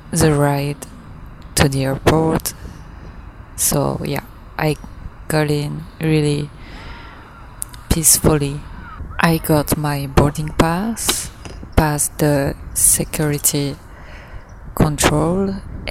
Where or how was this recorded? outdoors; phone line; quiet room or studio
outdoors